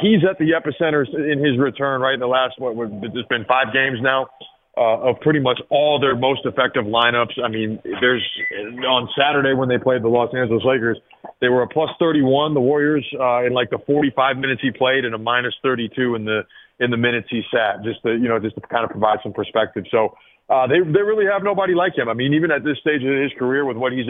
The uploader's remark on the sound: Your phone calls.